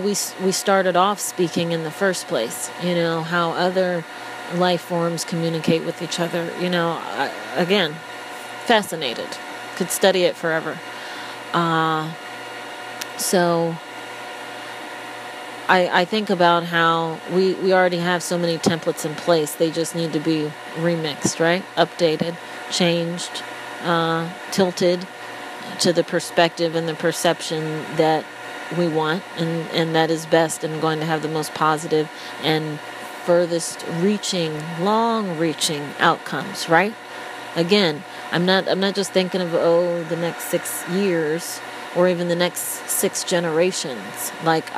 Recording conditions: sounds in the background